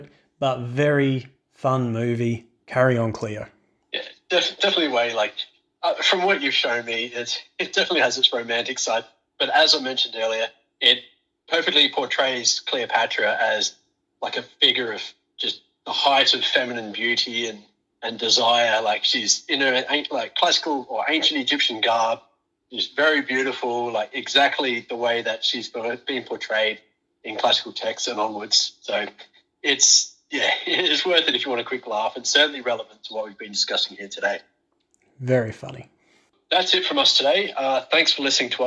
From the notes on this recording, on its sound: PS: Apologies for some of the audio quality. Due to being in isolation, I have had to record via phone call!